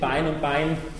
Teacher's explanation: Also wenn jemand Bein und Pein sagt, und das Österreichische hat die Tendenz eben, jeweils ein weiches B zu sprechen, Bein und Bein, Bein und Pein, dann wird der Unterschied eben nicht klar, dann fangen wir an nachzufragen.